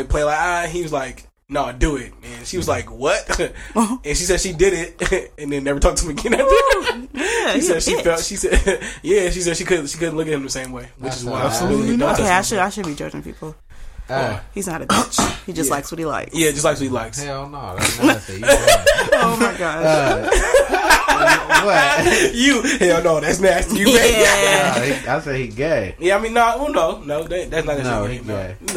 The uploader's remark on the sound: sorry for the clipping throughout the episode